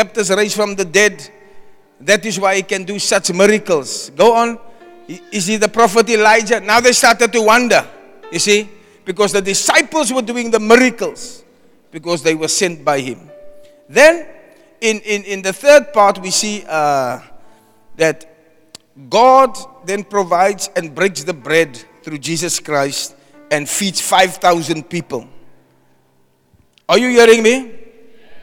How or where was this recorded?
large echoing room